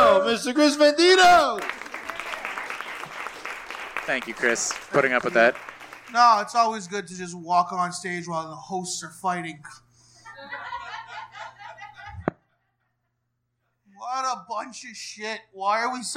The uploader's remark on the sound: A live special edition of Go Plug Yourself. Everyone came out to Turbo Haüs.